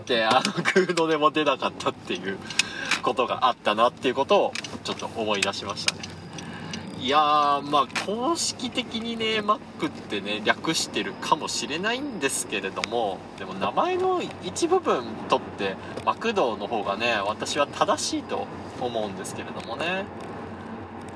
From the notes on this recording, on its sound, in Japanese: クルマの振動がめっちゃ伝わってて聞きづらい部分が多々あります。なるべくカットしたのですが限界でした。ノイズ混じりですみません。